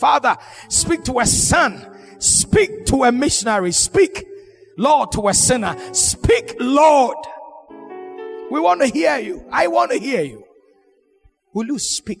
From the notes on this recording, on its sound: Sermon preached at Shiashie Campus